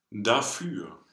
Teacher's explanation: we have this long closed ü sound that we had in süßer